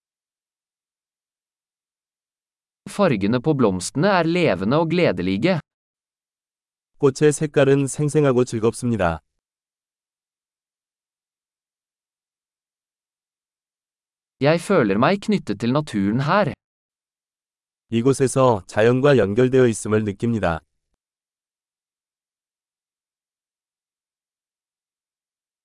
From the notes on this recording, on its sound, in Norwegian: Lyden av den ravende bekken er terapeutisk.